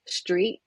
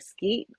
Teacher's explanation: a lot of times the K is substituted for T · Shown in: second take · So like in words like street, it might be like the skeet or things like that.